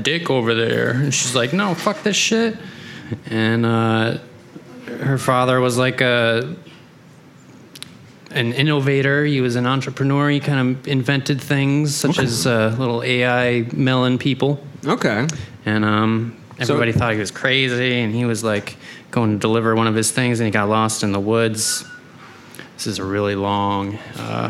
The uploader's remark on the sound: Live at TromaDance Detroit. Show off their new creation to a live audience.